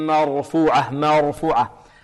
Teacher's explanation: الميم هنا مرققة، جاورت الراء المفخمة